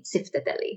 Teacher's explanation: the pronunciation for Greeks is with a ts in the beginning